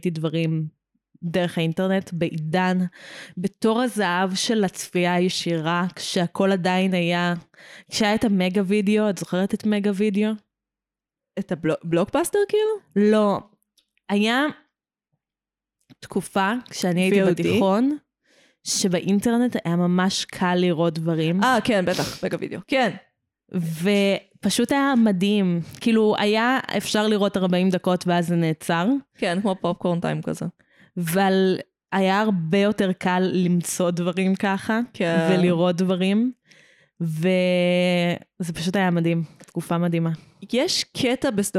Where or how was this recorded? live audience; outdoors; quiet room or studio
quiet room or studio